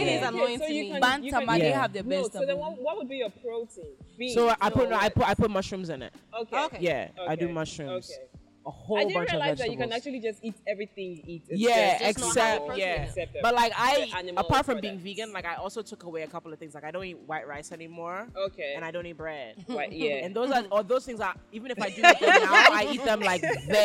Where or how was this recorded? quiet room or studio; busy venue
busy venue